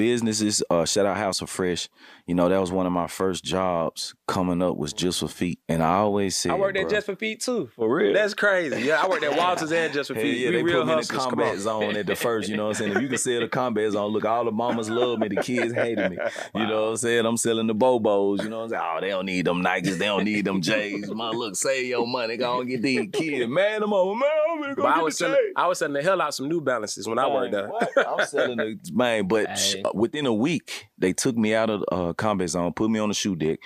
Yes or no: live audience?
no